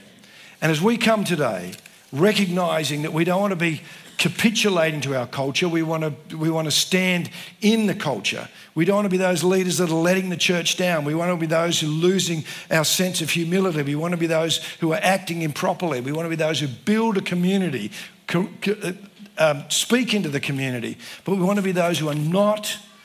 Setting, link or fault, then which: setting, live audience